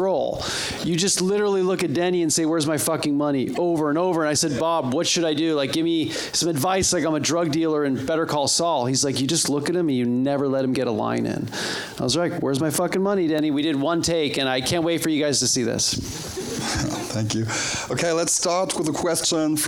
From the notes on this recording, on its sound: we recorded the Q&A from the birthday screening